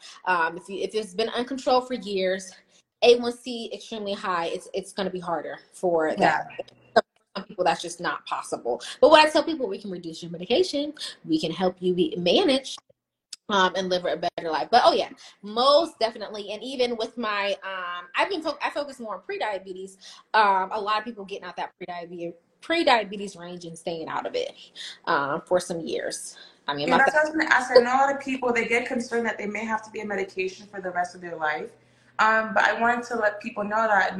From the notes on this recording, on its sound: Sorry for the choppy sound quality. This live was supposed to be on TikTok but it gave us issues so last minute, we switched over to Insta and unfortunately the sound quality isn't the best.